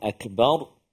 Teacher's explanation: Antaranya pada kalimah akbar, bila kita waqaf, akbar, hati-hati huruf ra yang kita matikan dia, jadi dia bunyi tebal, akbar, yang tebalnya ra bukan ba tu, kalau tak jadi akbar, bukan akbar, akbar, akbar.